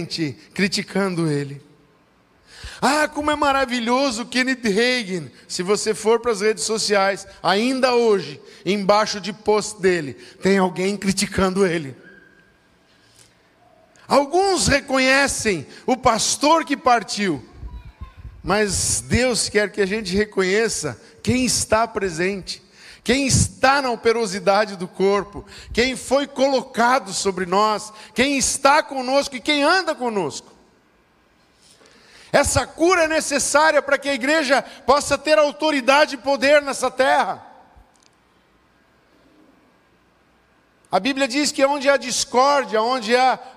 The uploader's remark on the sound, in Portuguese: Em nosso Culto de Celebração. Na Igreja ABA Blumenau (Transmitido ao vivo).